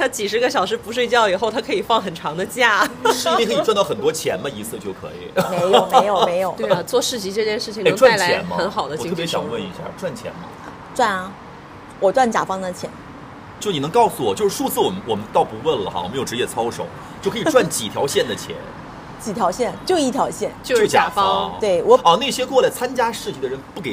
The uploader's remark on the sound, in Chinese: 世纪海角-赴一场春天的约会市集现场